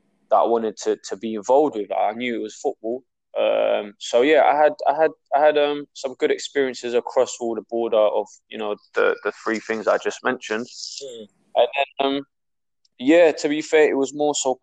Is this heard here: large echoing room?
no